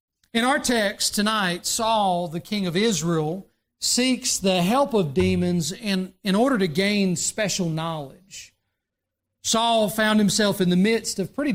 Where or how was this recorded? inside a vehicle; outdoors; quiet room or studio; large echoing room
large echoing room